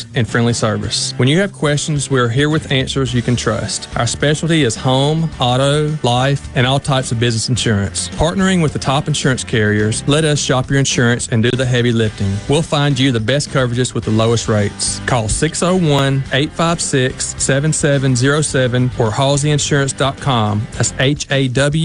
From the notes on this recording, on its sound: MidDays is LIVE from Gulfport High School